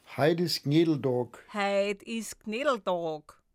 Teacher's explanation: Die harten Konsonanten wie P, T und K, die werden abgeschwächt, also weicher ausgesprochen.